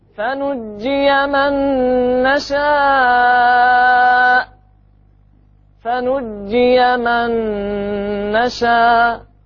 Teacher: فنجي احذف النون وثقل الجيم